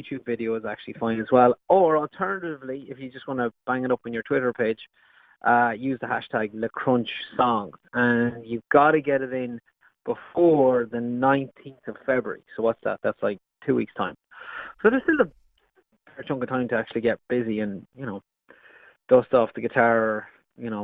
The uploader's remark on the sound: Over the phone.